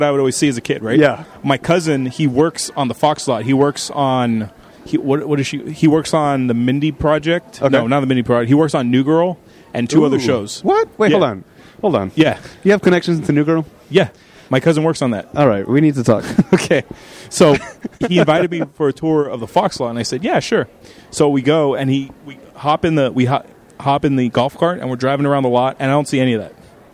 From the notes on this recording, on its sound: Live from the floor of Comikaze